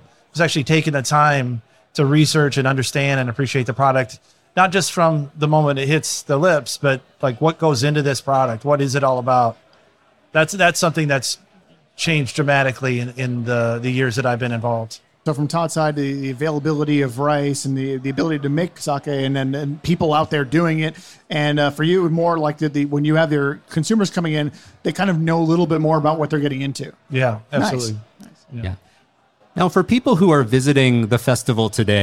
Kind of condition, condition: setting, live audience